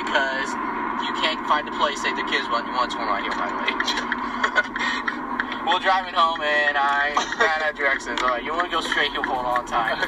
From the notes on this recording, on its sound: This is the first ever recorded episode of Konvos. The audio quality is awful.